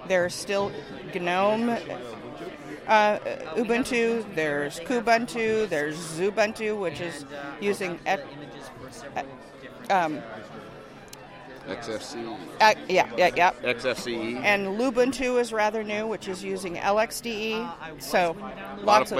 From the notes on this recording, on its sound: On Location at LinuxFest Northwest.